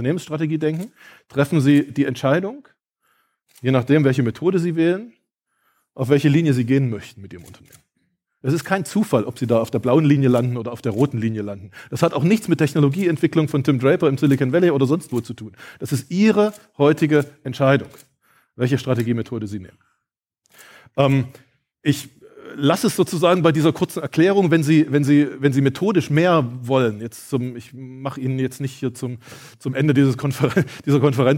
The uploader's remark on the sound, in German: In meiner Keynote vom Zukunftskongress 2022 stelle ich dir das „Geheimnis“ wissenschaftlicher Zukunftsforschung vor.